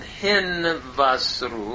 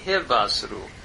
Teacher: So it's a nifal, imperative, second person plural, from yasar. Historically it would have been hinvasru, becoming hivasru, where that nun of the nifal assimilated into the vav, historically. And we have an IA vowel pattern that gives it away as a nifal imperative.